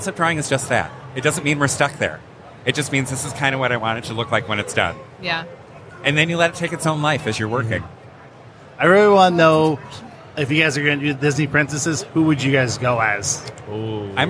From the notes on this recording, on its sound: Live from Michigan Comic Con. It’s an impromptu interview from the con floor at Michigan Comic Con!